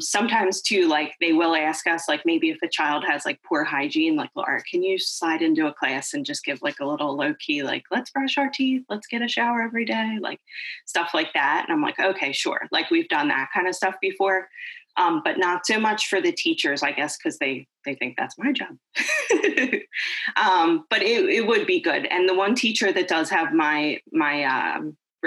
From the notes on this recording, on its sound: Originally recorded on zoom